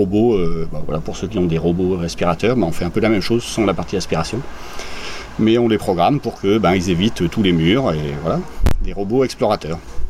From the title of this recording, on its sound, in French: En direct de Devoxx4Kids